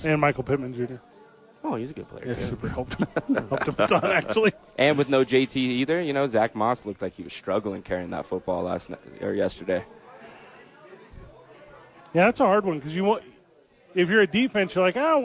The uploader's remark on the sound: live at Howies!